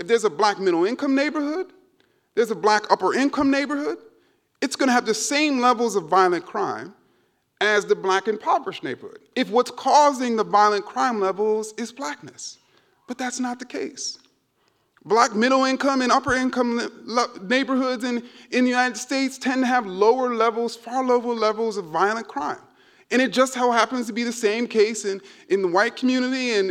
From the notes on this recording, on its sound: keynote speech at the Dear White People Symposium (February 17, 2019 at E-Werk in Freiburg, Germany)